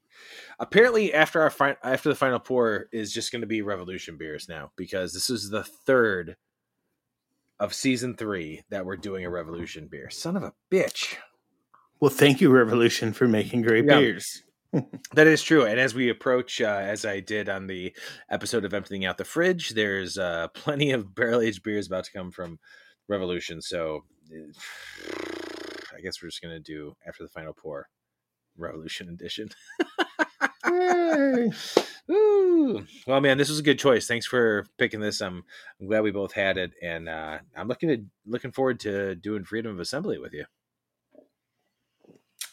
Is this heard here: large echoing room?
no